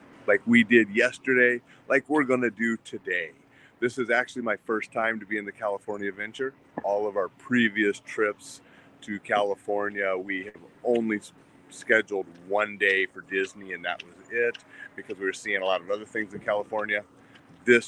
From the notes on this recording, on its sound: broadcast live from Disney California Adventure park